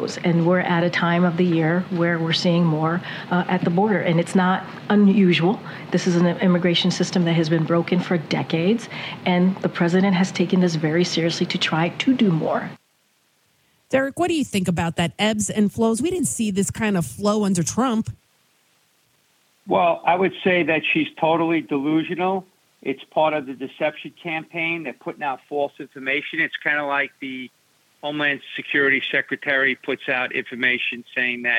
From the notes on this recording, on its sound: takes your calls in Open Phones Across America